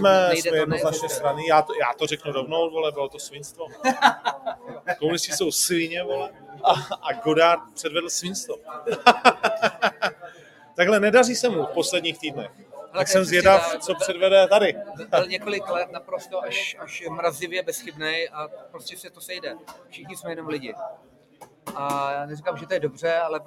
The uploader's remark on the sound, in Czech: LIVE Z HOTELU, A PROCHÁZKA V NY